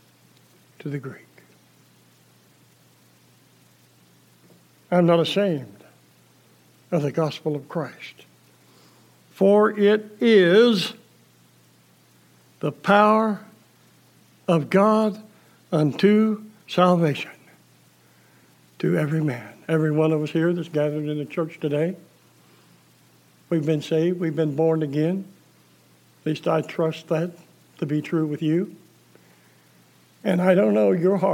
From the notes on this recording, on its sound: Preached December 27, 2020 at General Baptist Church God's House of Prayer in Fairborn, Ohio